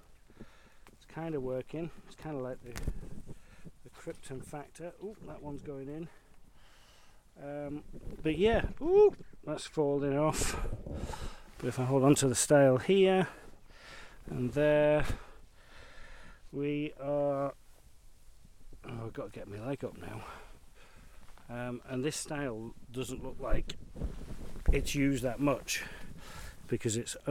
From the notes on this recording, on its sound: Join me as I discover Arundel, Arundel Park and the River Arun. Walking part of the Monarch's Way, encountering a folly, a lot of water and mud, all the while having a discussion with myself about motivation and desire.